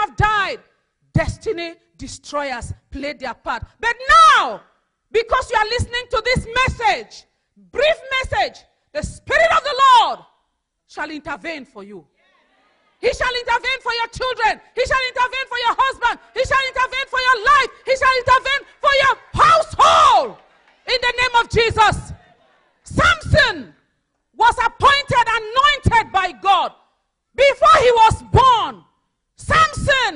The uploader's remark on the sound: Gospel Music at Women for Jesus Conference